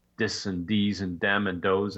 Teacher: there's that D for TH, which is sort of a legacy of immigration